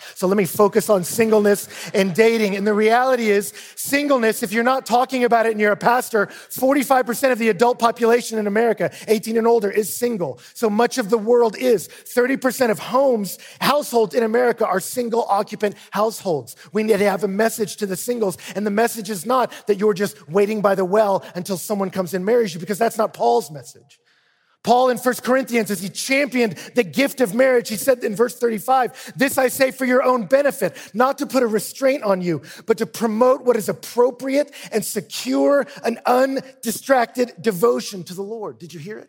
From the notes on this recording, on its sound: speaks at the ERLC National Conference